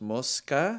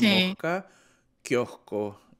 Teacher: hay muchas palabras que tienen una S al medio y la S terminamos pronunciándola como una J · Shown in: second take